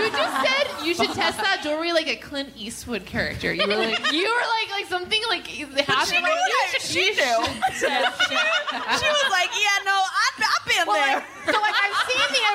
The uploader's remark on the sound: At a live show in Portland.